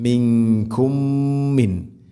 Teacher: ശേഷം മിൻകുമ്മി, മീമു സാക്കിനയ്ക്ക് ശേഷം മീം, ഇത് ഗാം മുതമാസിലെ മണിച്ചുകൊണ്ട് ഉച്ചരിക്കണം. ഒന്നാമത്തെ മീമിനെ അടുത്ത മീമിലേക്ക് കൂട്ടി ലയിപ്പിക്കണം.